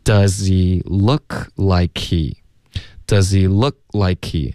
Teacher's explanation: H 的字呢也经常就听不见了 OK 所以就看前面的字是一个什么音 OK 刚刚 does 的这个 z 呢就完全听不到任何送气的声音可是 like 的这个 k 这就已经够了 likey 你有没有听到 H 的音也许有也许没有可是就很多人会争吵可是重点就是 H 的音没有单单纯纯的就直接发 he 了 likey 这个 k 的这个送气的声音就已经代表这个 H 的音了对就更不可能会专门发一个 H 音 does he look like he does he look like